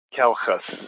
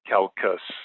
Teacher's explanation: So, for example, calchas is maybe a little different than calcus. There's a little bit of an aspiration to the C sound, where you see a CH. · Shown in: first take